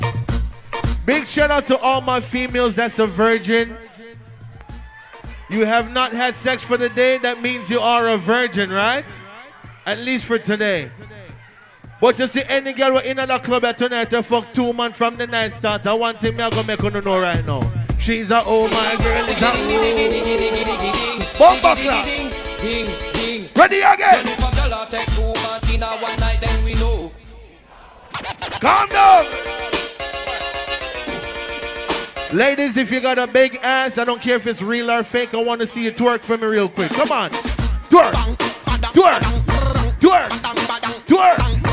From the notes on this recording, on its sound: LIVE AUDIO FROM AUGUST 1OTH